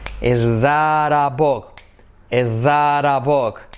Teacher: La T de that junto con la A se convierte en una R suave de pero, de María.